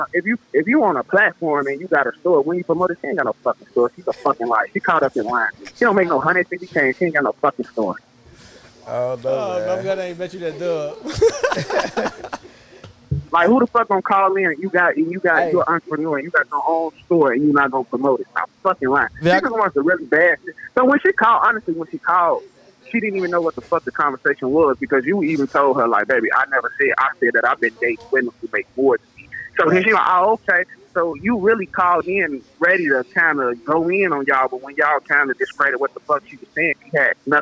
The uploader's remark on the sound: Guests call-in live to share the wildest stories.